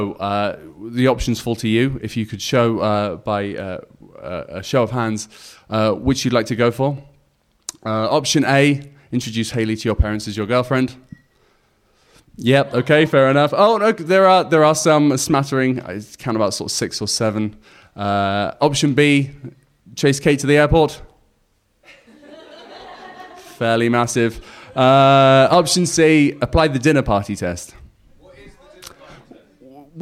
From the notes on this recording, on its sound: For the next 6 weeks we will be sharing tragedies we collected at the live show that took place on January 18th at the Hackney Attic.